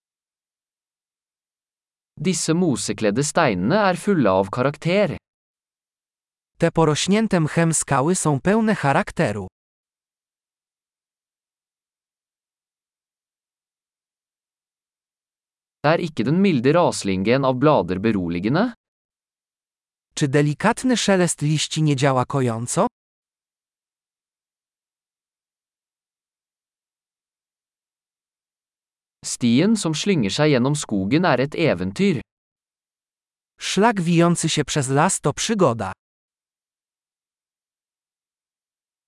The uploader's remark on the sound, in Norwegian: Lyden av den ravende bekken er terapeutisk.